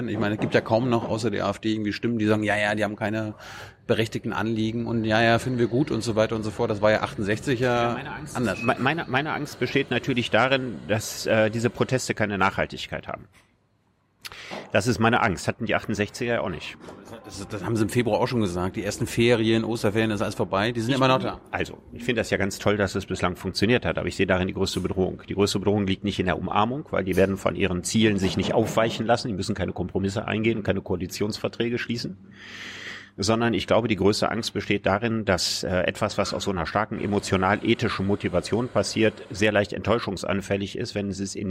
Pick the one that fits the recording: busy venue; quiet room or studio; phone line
busy venue